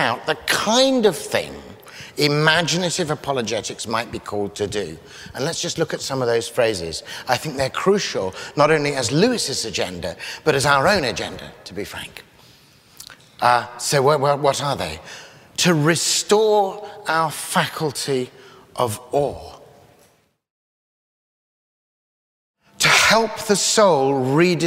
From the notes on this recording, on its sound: lecture from the 2013 CS Lewis Symposium at Westminster Abbey